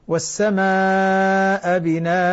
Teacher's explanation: لما تقف على الهمزة المنون بتنوين الفتح تقف عليه بألف